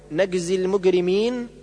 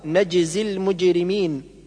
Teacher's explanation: النطق بالجيم حرفا ما بين القاف والكاف كاللهجة العامية المصرية · Shown in: first take